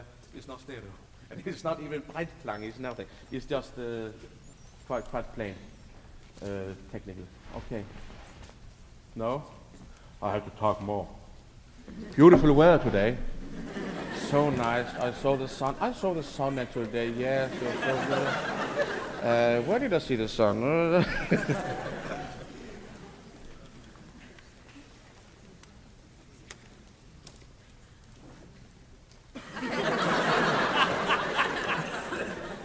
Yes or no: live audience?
yes